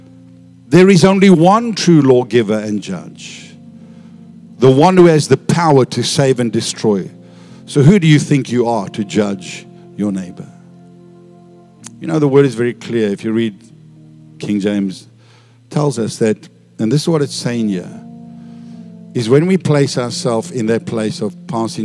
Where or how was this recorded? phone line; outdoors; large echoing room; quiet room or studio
large echoing room